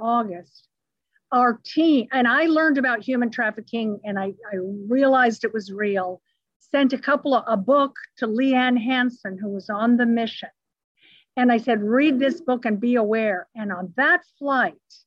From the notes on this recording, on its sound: recorded over Zoom